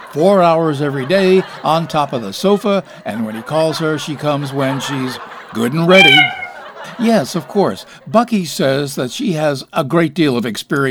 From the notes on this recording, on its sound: Live from the Stranded Theater in New York City.